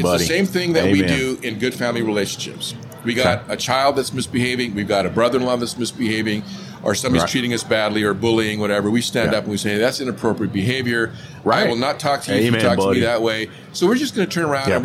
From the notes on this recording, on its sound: In this episode recorded live at AAPEX 2022.